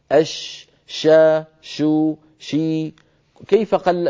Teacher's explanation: كيفما قلبتها تجدها فيها صفة التفشي